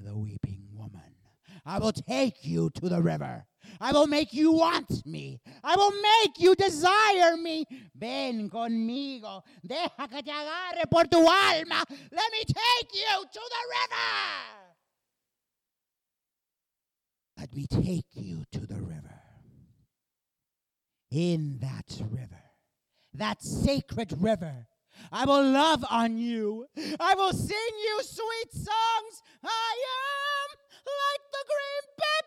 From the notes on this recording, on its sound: Live show.